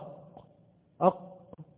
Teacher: لو قلت اق تحس ان الزور بيتكتم، مش عارف تاخد نفسك بعدها.